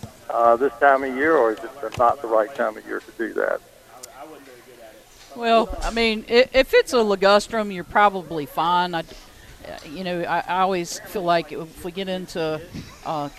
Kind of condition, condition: setting, busy venue